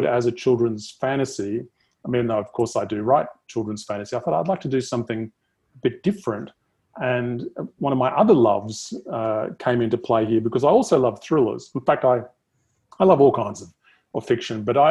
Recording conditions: video call